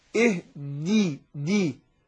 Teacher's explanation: يراعى ايه كسر الدال ونتجنب النطق بها مفتوحه او قريبه ايه منه